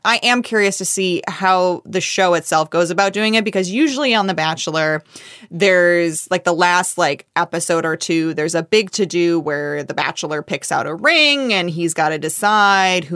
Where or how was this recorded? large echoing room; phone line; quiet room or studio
quiet room or studio